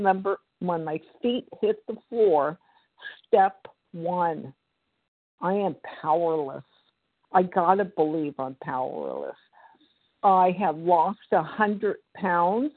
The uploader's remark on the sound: 100 Pounders Phone Meeting, 1/26/24